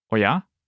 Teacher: it can be used in a question-like form by raising the intonation on the final vowel